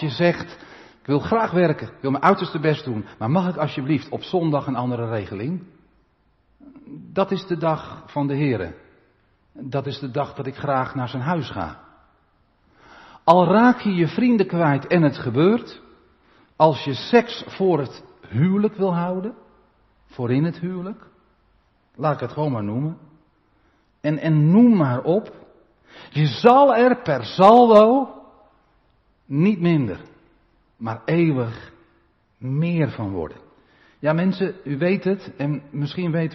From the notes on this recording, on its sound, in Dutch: De preek is op 3 juli opgenomen in de Maranathakerk te Groningen